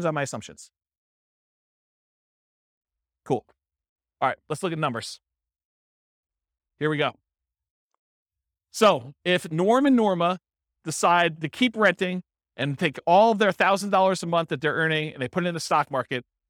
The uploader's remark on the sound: This was a live class recorded